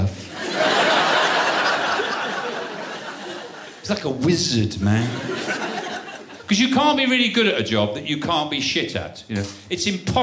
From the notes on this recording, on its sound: Live Audiobook. Format: Original Recording. Publisher: Universal Pictures UK.